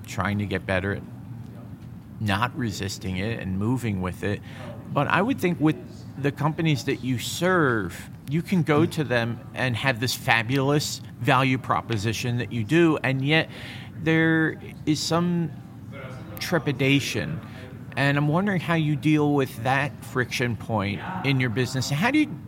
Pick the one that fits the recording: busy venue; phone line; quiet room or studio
busy venue